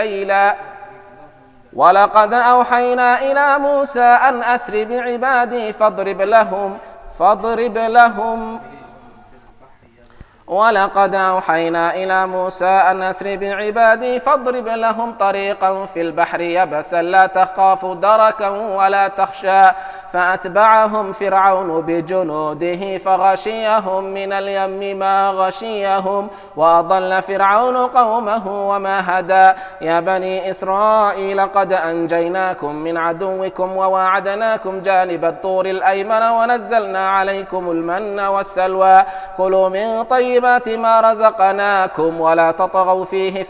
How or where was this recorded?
large echoing room